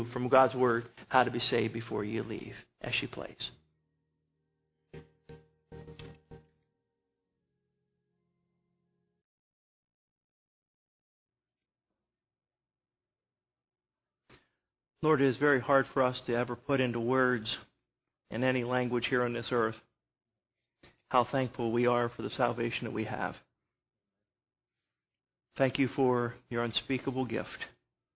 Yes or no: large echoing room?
yes